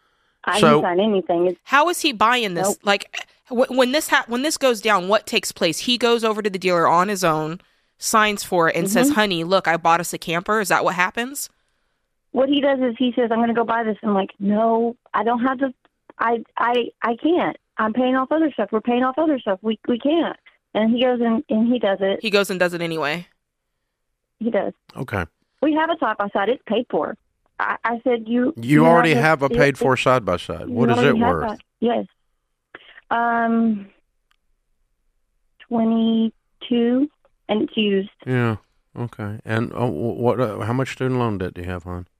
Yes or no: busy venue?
no